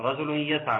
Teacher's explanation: رجل بتنتهي بتنوين واتى بعدها حرف الياء احد حروف يرملون وبالتالي حكمها الادغام